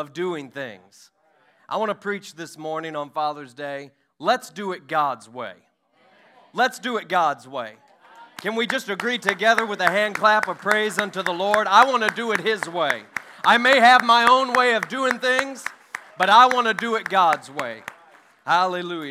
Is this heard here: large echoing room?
yes